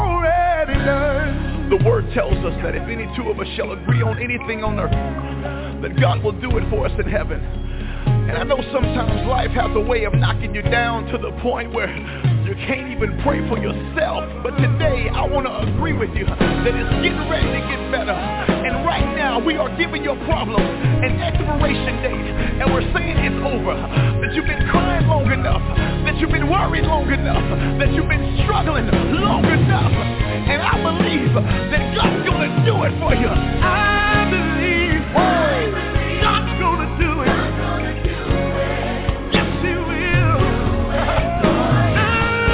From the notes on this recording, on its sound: TNTSuperfantastic Conference Call